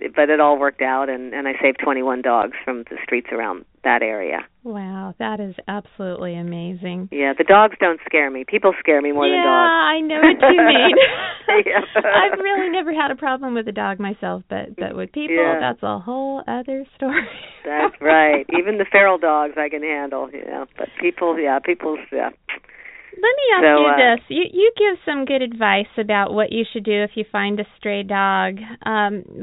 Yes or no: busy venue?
no